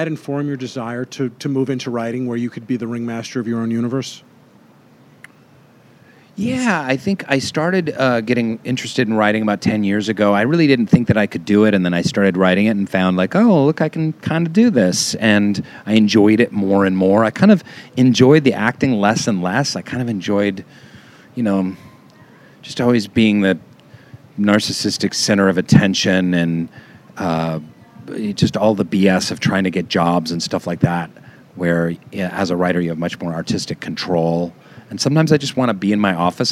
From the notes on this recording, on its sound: This week’s show features more interviews from the Los Angeles Times Festival of Books.